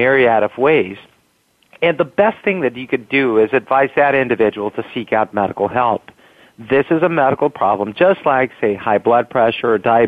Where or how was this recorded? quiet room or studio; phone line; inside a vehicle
phone line